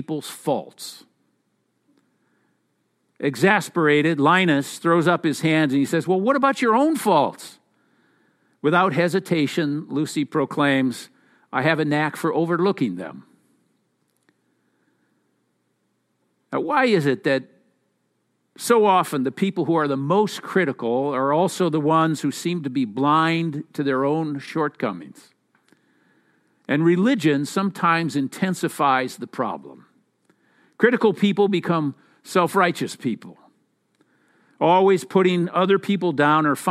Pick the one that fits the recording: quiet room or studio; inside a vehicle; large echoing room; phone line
large echoing room